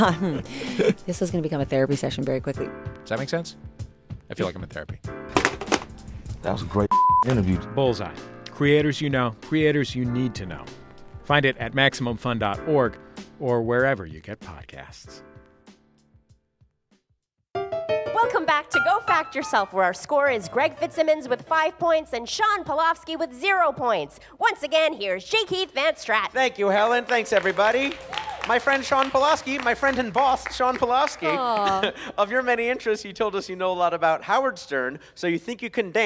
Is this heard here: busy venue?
yes